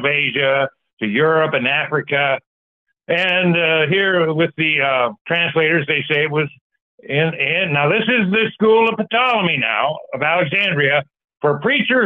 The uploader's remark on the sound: Sunday Call In Bible Study January 14, 2024